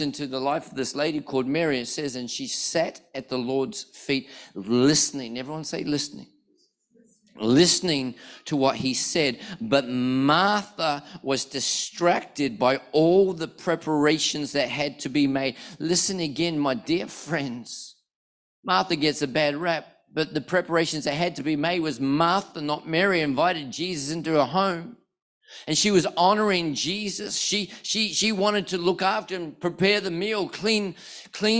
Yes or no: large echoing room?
yes